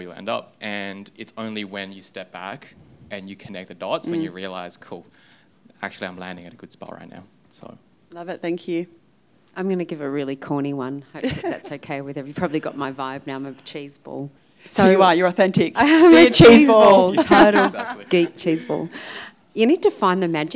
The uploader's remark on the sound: This presentation was recorded at UWA CareerConnect. This presentation was recorded at UWA CareerConnect .